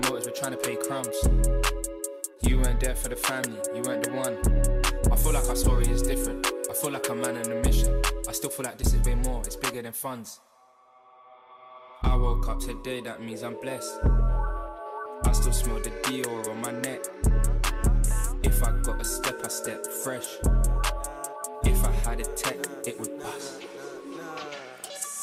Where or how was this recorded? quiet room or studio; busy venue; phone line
busy venue